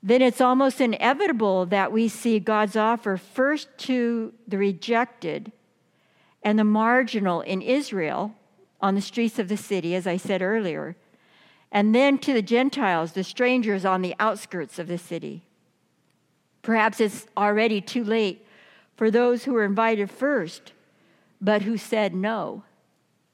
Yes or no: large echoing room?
yes